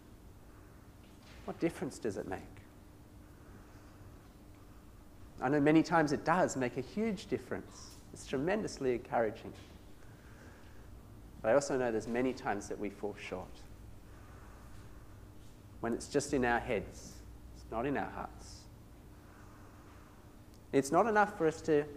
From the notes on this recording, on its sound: This sermon was preached at St Mary's Cathedral, KL on 10th December 2017